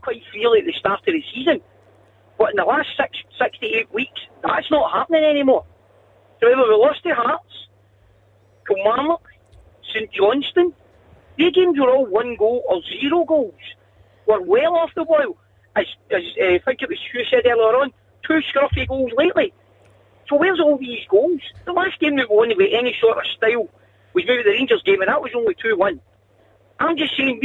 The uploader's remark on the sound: Clyde 1 Superscoreboard. In the studio. We open the phone lines for you to have your say.